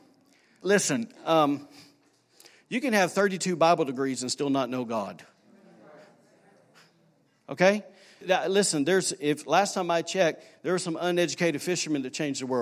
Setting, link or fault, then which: setting, large echoing room